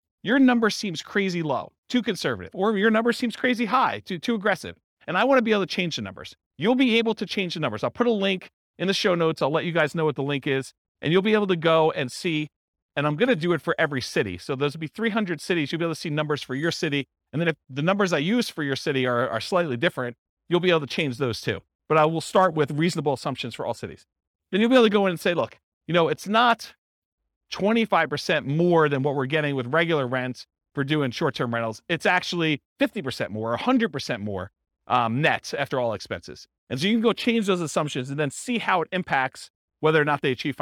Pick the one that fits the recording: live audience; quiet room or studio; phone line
live audience